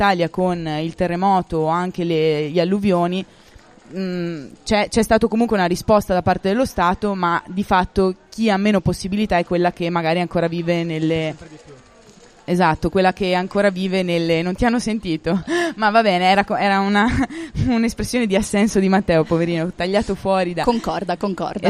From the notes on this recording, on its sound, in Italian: realizzato durante il Festival dell'Economia 2019